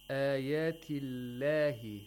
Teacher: We have tarqiq of the lam with the majestic name of Allah. Because it is preceded by a letter with a kasra.